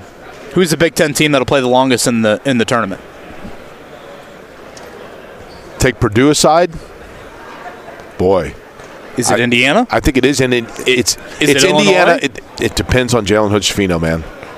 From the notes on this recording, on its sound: Last day at the NFL Combine. Joins the guys live at the Combine.